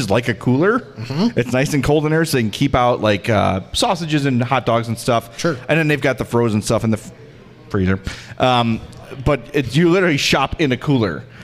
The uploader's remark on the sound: Live from Uncle Bud's